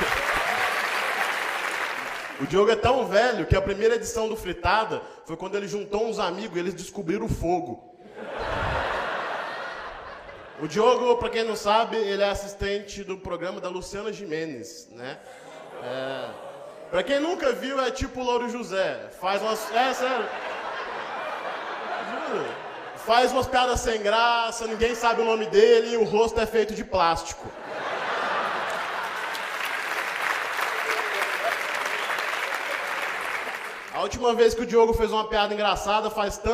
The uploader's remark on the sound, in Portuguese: Show gravado no Teatro Gazeta.